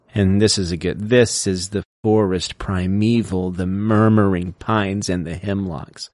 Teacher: Then you have your three syllable pairings, which is going to be more like a waltz, the dactylic, and these is going to be stressed, unstressed, unstressed.